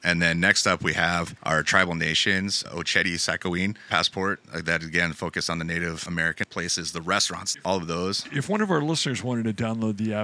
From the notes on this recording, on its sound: Live From ESTO. In Grand Rapids.